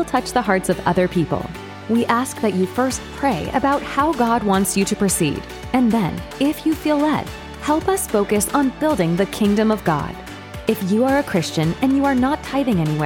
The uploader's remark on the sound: Originally delivered on August 20, 2023 at Crossroads Christian Fellowship in San Antonio, TX